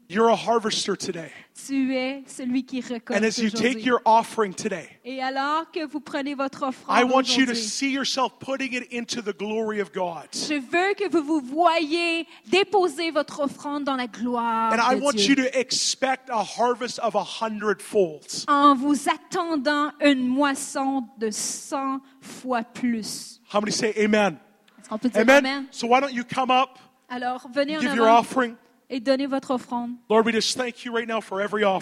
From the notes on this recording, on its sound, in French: Conférence rivières de Gloire-13 Mai 2016